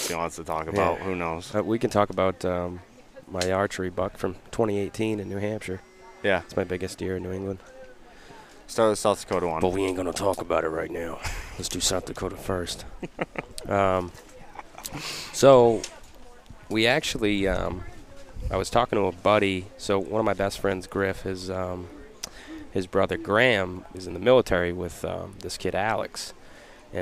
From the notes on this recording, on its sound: In this episode we go live from Hunt Stock! We were able to meet a ton of great people, see some old friends, and hear a ton of awesome stories in which some of them made it into this podcast.